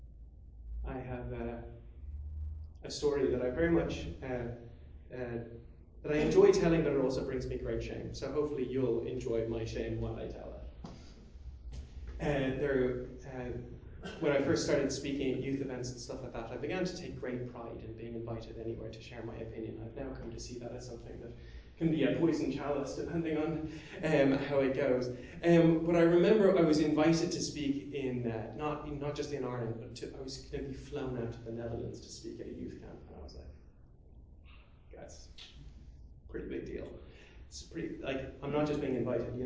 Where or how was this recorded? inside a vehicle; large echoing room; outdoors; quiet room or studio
large echoing room